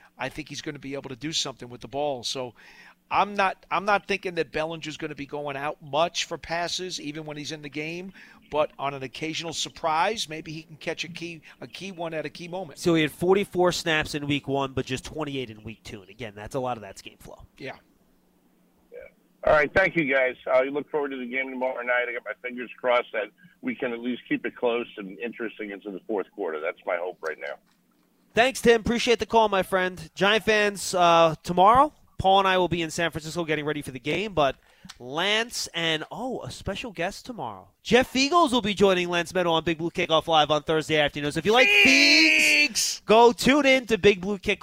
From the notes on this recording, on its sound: Live from Arizona. Take calls from fans.